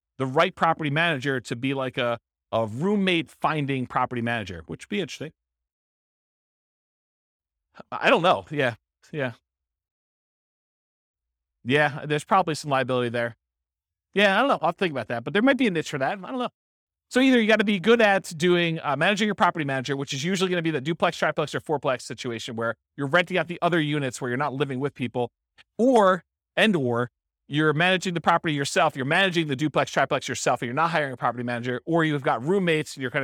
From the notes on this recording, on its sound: This was a live class recorded